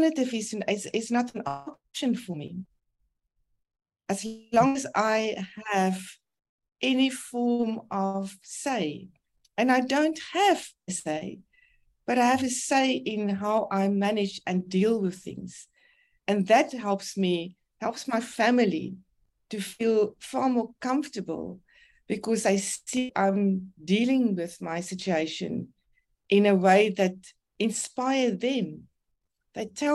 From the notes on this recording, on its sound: Please forgive the internet challenges that made this recording less than ideal. For these reasons we elected to publish this podcast even although the quality is well below par.